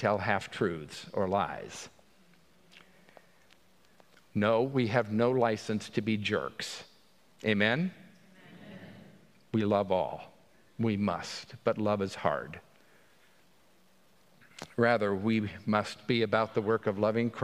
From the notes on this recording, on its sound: On Sunday, October 15, 2023 at the 9:00 am Traditional Service